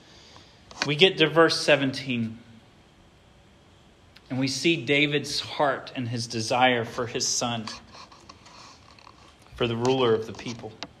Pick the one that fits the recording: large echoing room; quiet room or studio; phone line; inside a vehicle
large echoing room